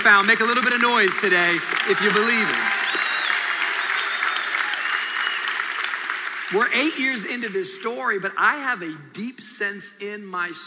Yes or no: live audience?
yes